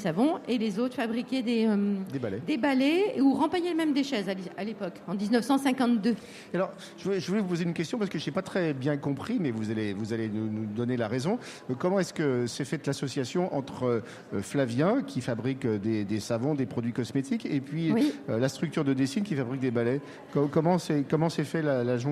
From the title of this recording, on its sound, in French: en direct des halles inclusives 2022